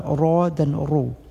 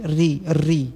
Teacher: Sementara apabila ra barisnya kasrah, lafaznya dengan tarqiq tipis · Shown in: second take